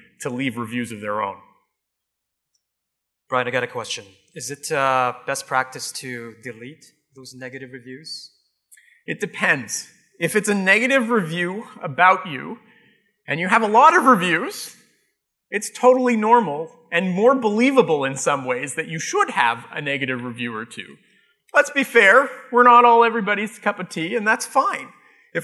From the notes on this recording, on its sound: Live Broadcast at the The IPBC IGNITE Conference.